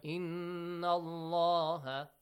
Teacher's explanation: And make sure the pronunciation of the word Allah, because there is a fatha sound before, it has to be heavily pronounced, the lam.